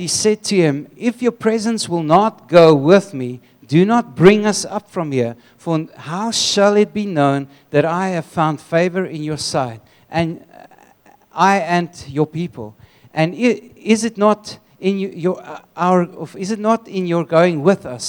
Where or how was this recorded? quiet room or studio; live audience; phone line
live audience